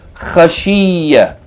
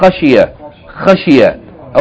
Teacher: So be careful that you don't elongate the kesra. · Shown in: second take · Don't say khashiyya.